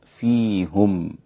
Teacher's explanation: ضم يعقوب الهاء فيها دون سائر القراء، فيهم هكذا والباقون بكسر الهاء.